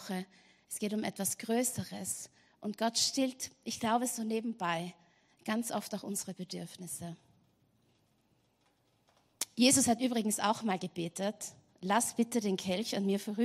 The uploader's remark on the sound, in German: Gottesdienst live aus der LIFE Church Wien.